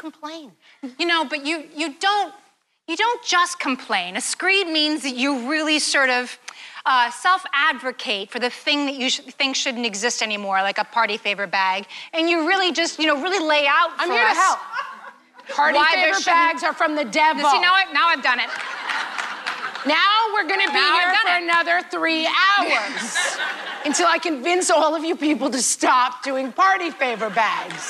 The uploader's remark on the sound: This episode contains excerpts from our latest What Fresh Hell Live! Show, performed at the Chappaqua Performing Arts Center in Chappaqua, NY.